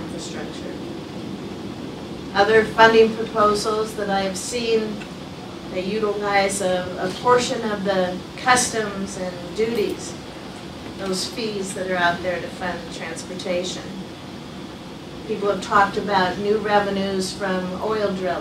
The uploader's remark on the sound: WASHINGTON, DC. In a speech to a breakfast meeting of The Ripon Society.